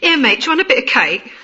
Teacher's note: the lower-class accent, which concentrates on not pronouncing as many consonants as they possibly can